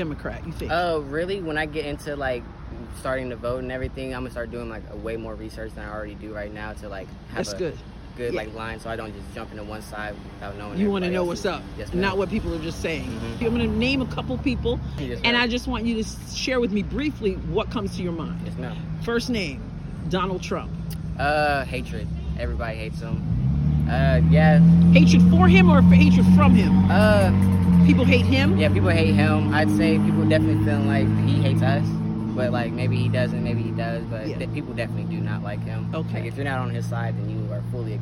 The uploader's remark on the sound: Day 1: Broadway | Day 2: SEMO Campus. Taking It to the Streets is about getting out and talking to random people about the issues. The second day, I was outside Southeast Missouri State University (SEMO).